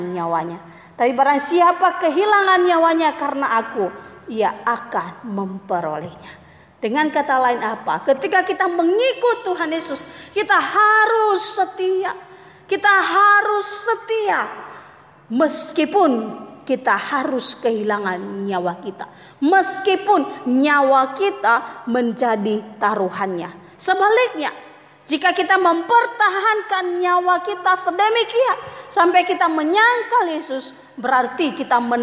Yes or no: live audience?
yes